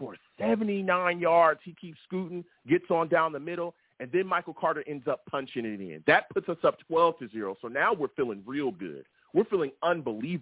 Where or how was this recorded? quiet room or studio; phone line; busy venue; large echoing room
phone line